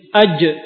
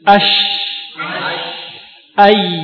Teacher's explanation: Tidak sampai menempel. Khusus huruf jim sampai menempel ke langit-langit. Itu bedanya jim dengan shin dan ya.